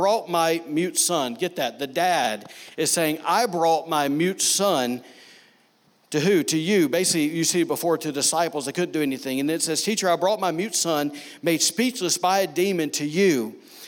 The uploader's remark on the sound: Was recorded on Sunday, June 16, 2019, during service at The Anchor Church in Rockport, Maine.